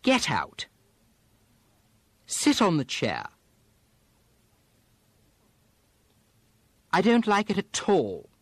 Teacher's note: when the next word starts with a vowel, the T often seems to carry over to the next word